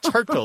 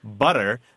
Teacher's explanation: There may be a T there, but in English, we do what's called flapping that T. We turn it into a D sound, just like we do with butter, not butter.